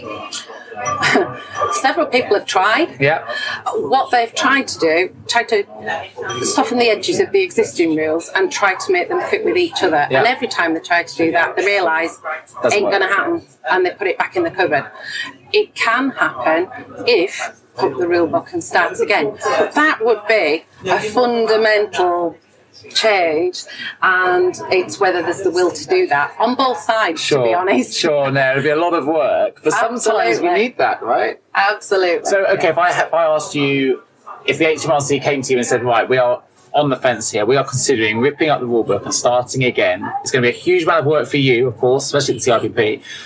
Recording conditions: background noise